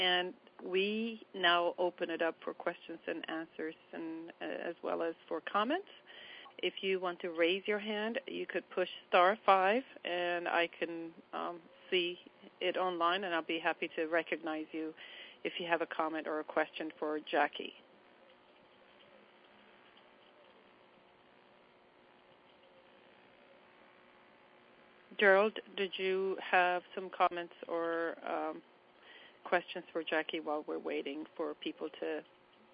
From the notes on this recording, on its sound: On Thursday March 31st we held our 3rd national teleconference. Then had a discussion with call participants.